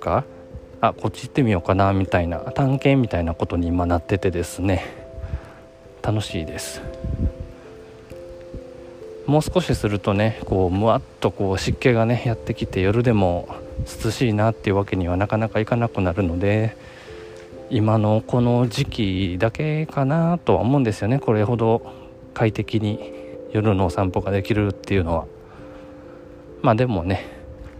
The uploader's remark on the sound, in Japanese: 勢いに任せて夜中に出かけたお散歩中の収録です。